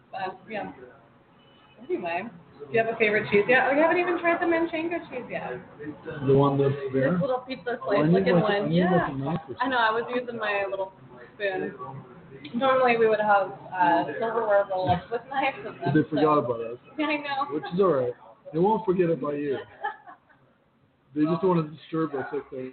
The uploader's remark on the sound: Live in the resturant. As we are live from the restruant.